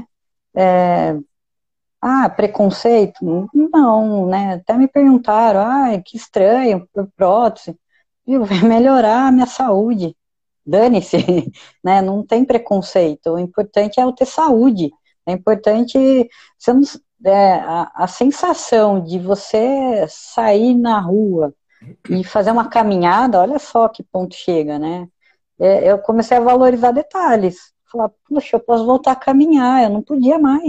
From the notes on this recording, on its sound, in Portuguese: Bate-papo descontraído retirado de uma live